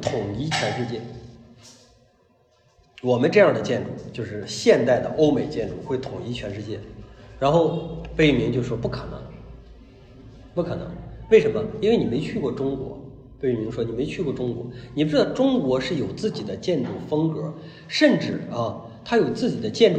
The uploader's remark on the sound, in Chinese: 讲座录音。现场讲座的形式势必比制作的音频要拖沓，但是为了保持收听的流畅性，我没有对录音进行紧凑性的剪辑。